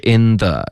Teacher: in the n 这个 n 的音咬舌尖